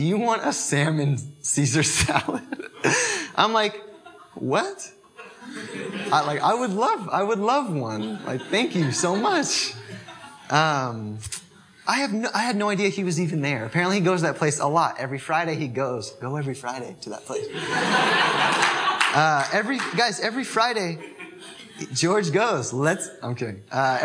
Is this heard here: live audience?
yes